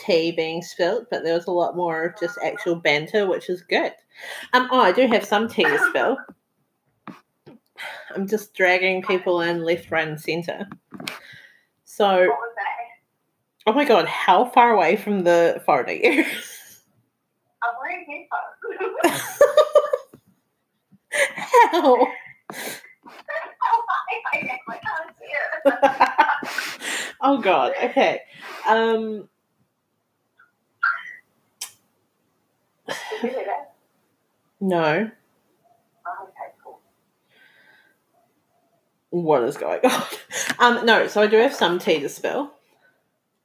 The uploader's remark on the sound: Eavesdrop on my phone call. The audio quality is low.